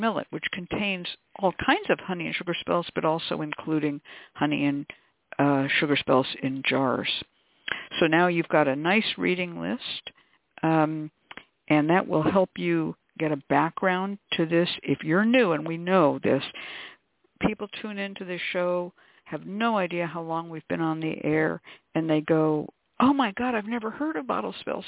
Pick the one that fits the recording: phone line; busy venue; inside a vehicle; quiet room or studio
phone line